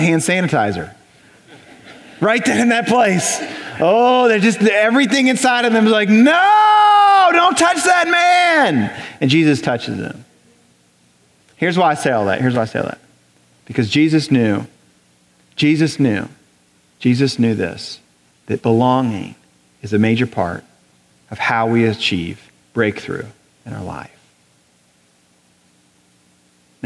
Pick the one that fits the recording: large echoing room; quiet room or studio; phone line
large echoing room